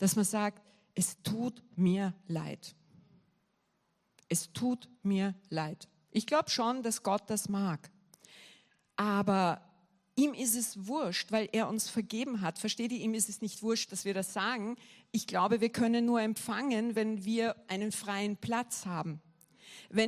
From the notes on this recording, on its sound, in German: Gottesdienst live aus der LIFE Church Wien.